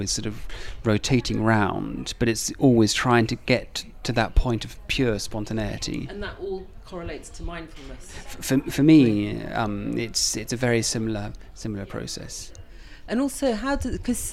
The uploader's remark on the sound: Podcast six was recorded in the much-maligned hotel bar The Heights